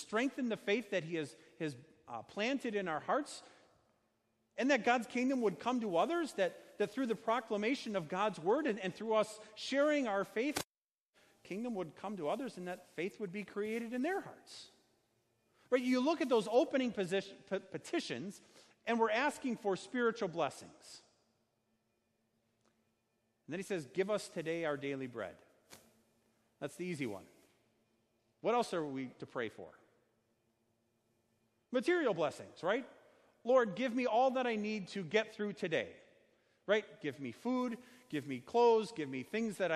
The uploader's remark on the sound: Sermon preached on Sunday, July 14, 2019, at Our Savior Lutheran Church in Birmingham, AL.